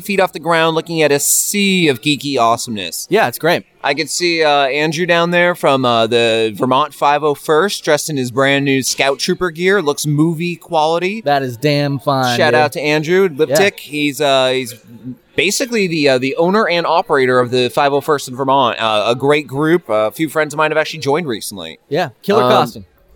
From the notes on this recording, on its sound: From the media box at the first ever Green Mountain Comic Expo. Recorded entirely live on location.